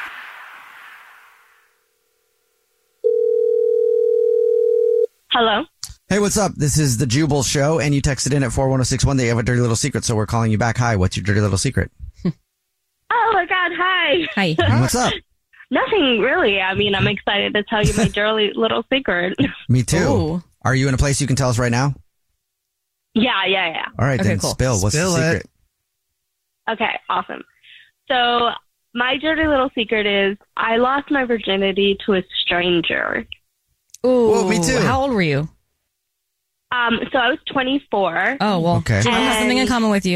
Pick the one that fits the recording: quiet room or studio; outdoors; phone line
phone line